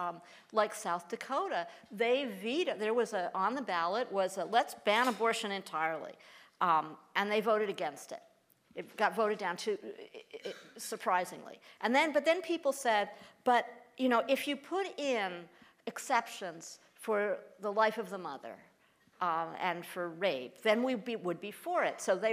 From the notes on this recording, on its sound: at Planned Parenthood Event in SF